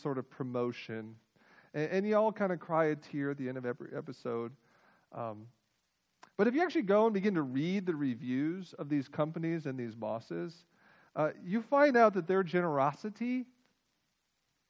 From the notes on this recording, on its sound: Full length audio recording of our joint worship service with Northbrook Baptist Church.